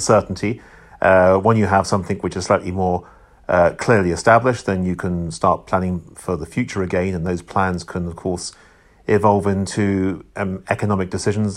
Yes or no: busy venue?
no